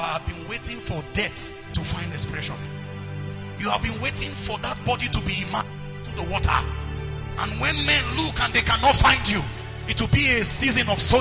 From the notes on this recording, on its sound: preached at the Potter's Treasure Church, Kaduna.